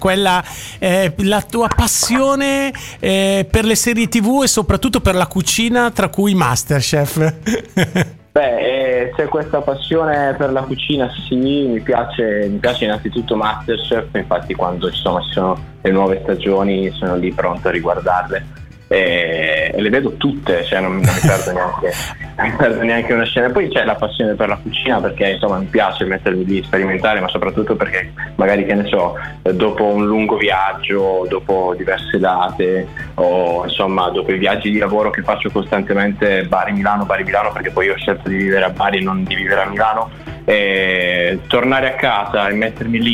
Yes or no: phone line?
yes